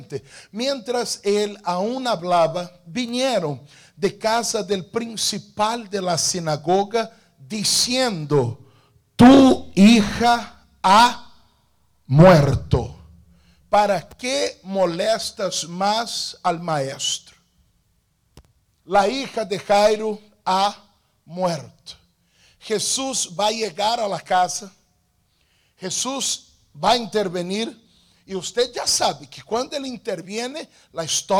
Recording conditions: large echoing room